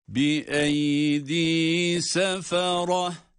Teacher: Ta harfi almış olduğu harekelerle okunmadı. Sükuna dönüştüğü için ha ile okundu.